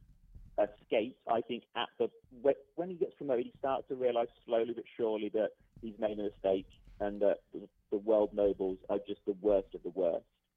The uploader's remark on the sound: taking phone calls for majority of the show